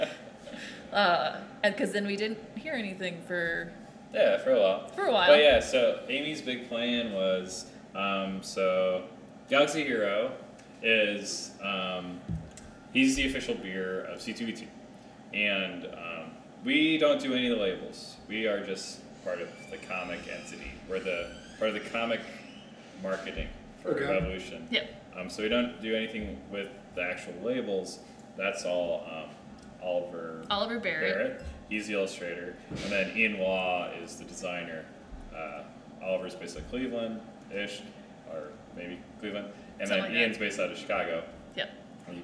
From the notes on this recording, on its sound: This episode was recorded live and in person at Beermiscuous.